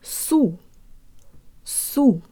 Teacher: Let's say it with good Russian default mouth position. Jaw slightly forward, tip of the tongue behind the bottom teeth, lips rounded and protruded way more than you would in English.